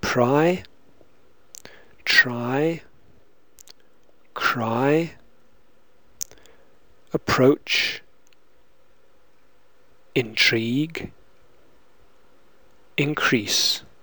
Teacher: R also has an unvoiced variety which, like unvoiced L, occurs after P, T, and K. · Term: unvoiced R